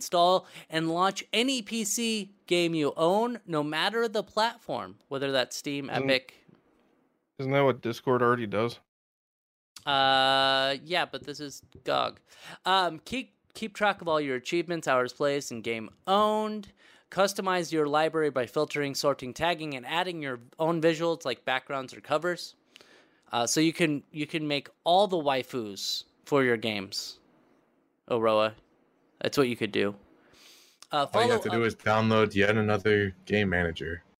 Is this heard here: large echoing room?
no